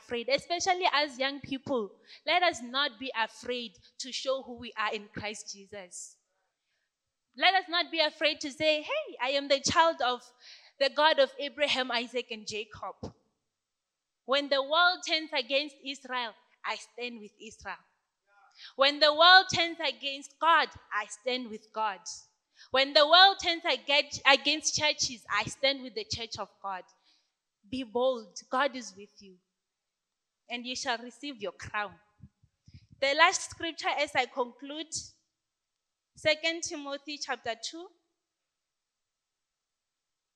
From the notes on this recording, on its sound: This sermon was preached during the youth takeover Sunday